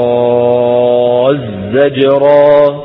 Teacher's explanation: ما في تاء، التاء تحولت إلى زاي